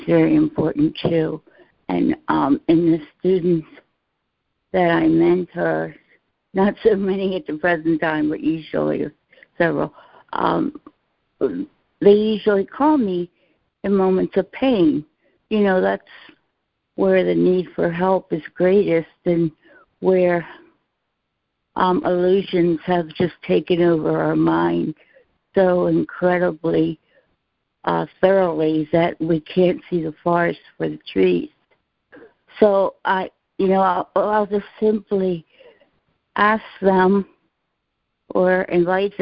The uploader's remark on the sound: ACIM Daily Conference Call